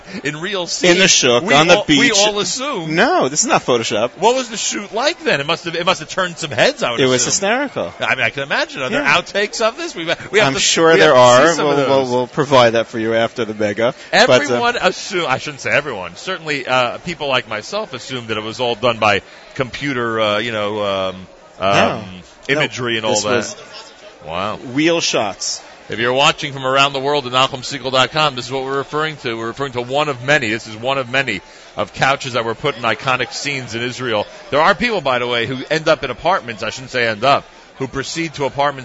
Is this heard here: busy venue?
yes